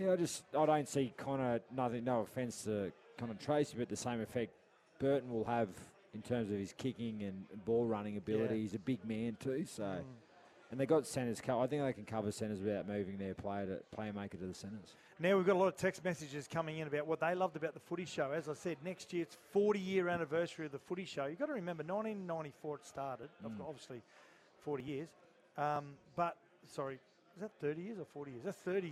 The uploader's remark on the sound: live from the Brisbane Greyhound Club